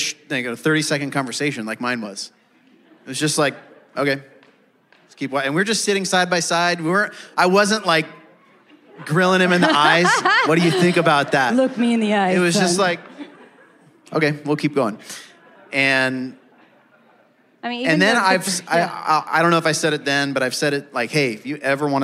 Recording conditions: live audience